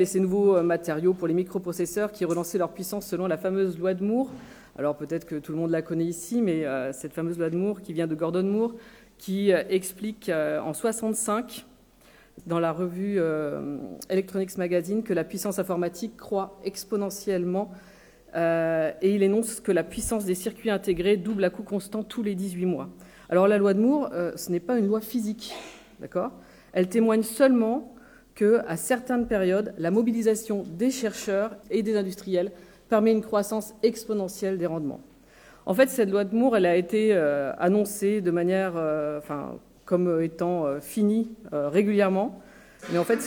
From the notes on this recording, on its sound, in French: Intervention lors de la conférence FNEGE-PwC du 6 juin 2019